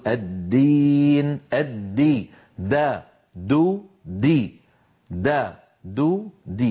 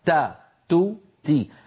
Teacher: هذا الفرق بين الدال والتاء، بينما التاء تا، تو، تي، المخرج واحد ولكن الخلف بينهما في صفة الجهر، فالدال مجهورة والتاء مهموسة